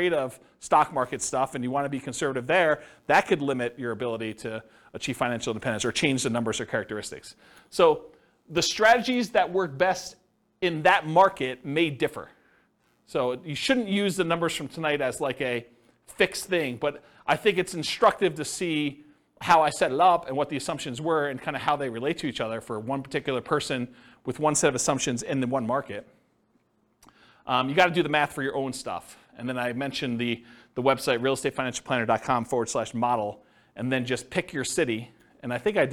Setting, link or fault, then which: setting, live audience